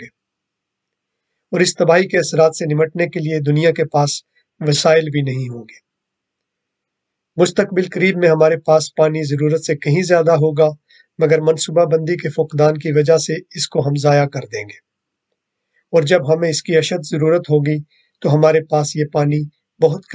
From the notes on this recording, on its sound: This episode is based on an audio recording of an online event. The event was organised by Press for Peace Foundation.